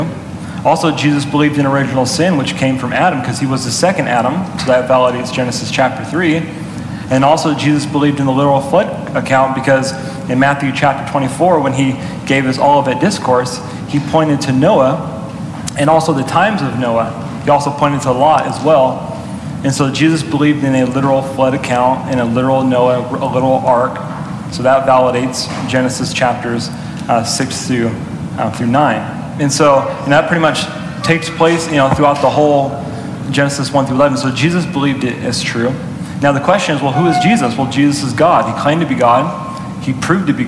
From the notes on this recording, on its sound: during a live Q&A session at Calvary Hanford